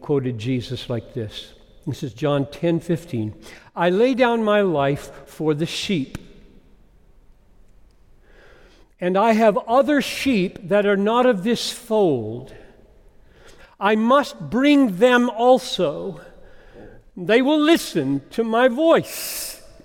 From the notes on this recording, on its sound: Preached this message at Bethlehem College &amp; Seminary in Minneapolis. Preached this message at Bethlehem College & Seminary in Minneapolis.